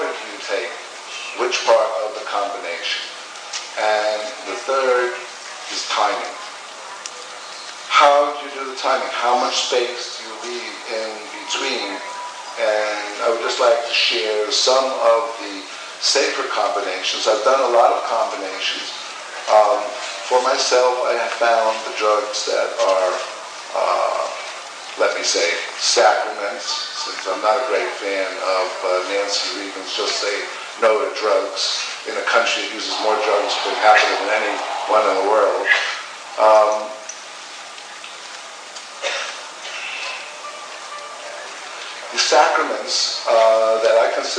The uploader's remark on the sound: Palenque Norte lecture at Burning Man